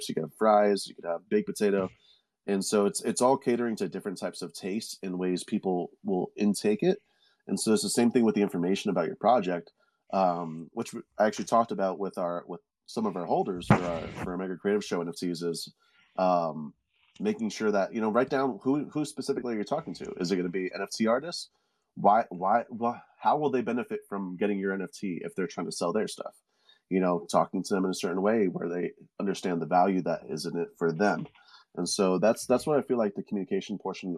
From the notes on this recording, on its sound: They spend the first half talking to each other about the topic then open up the floor to anyone wanting to give feedback or as questions on topic but only for those who attend the live recordings.